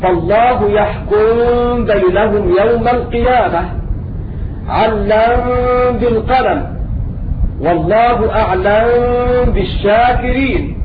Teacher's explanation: الميم مع الباء تسكن الميم ثم تخفى في الباء · Term: إخفاء شفويا